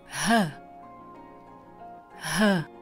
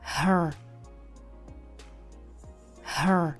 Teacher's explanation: Americká angličtina zní hrčivěji a tohle slovíčko by znělo her. · Shown in: second take · Her. Jako hr na ně. · Term: náznak toho R